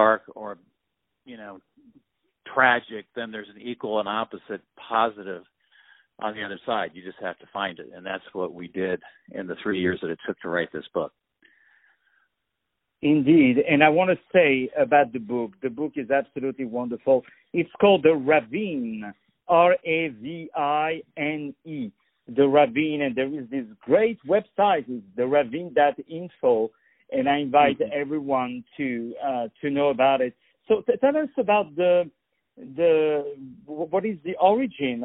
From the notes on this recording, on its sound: On the phone. The Culture News.